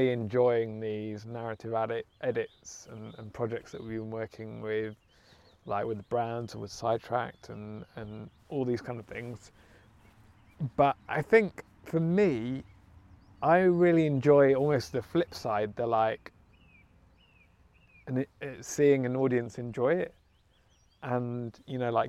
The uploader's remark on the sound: The rain did come in whilst we were chatting so the lens does get obscured by droplets, the hazards of recording outside.